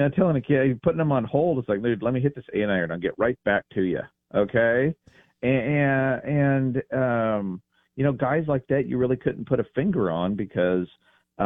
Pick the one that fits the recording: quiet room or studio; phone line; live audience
phone line